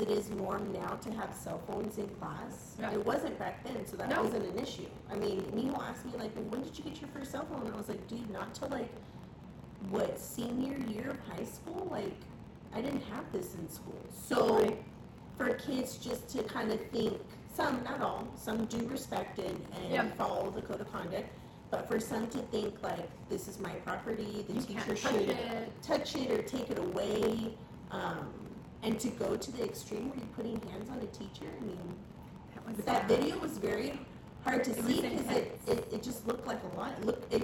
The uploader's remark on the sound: Great podcast but the audio got messed up.